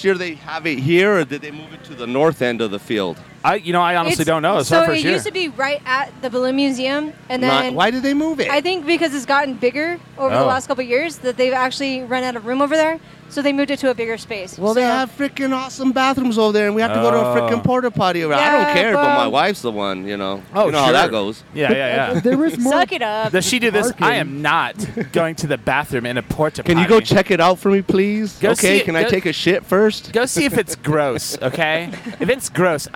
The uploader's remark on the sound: Live from Southwest Bacon, Brews, and Blues. There is bacon, beer, and live music!